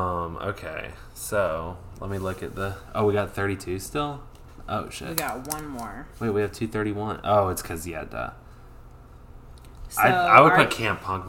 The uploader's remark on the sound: THIS PODCAST IS UNLISTENABLE!!! There are weird background noises and bad levels.